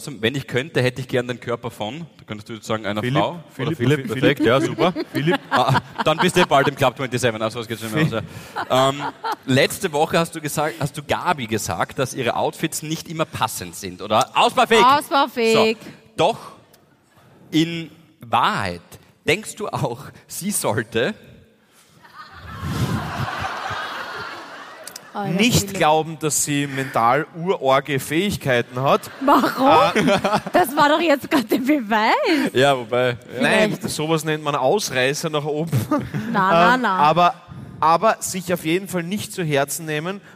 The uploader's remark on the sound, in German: Hawi D'Ehre LIVE - St.Pölten.